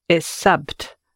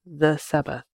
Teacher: The th is turned into a t. · Shown in: first take